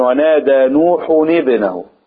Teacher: وابنه من الأسماء اللي ما ننطقش فيها الهمزة همزة قطع، نقول ونادى نوح ابنه، نعم.